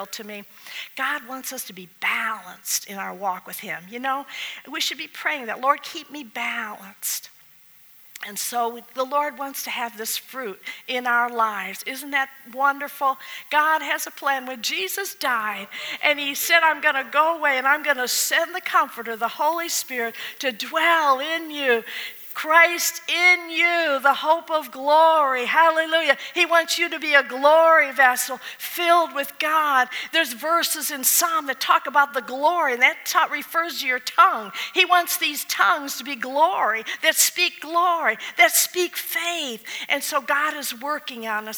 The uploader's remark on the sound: At the Fredericksburg Full Gospel Fellowship.